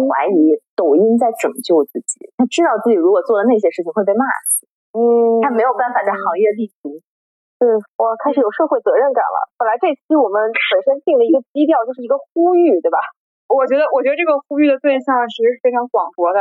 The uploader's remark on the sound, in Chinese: 本期节目录制设备出了一些问题，可能会有少许杂音，在此跟大家说声抱歉。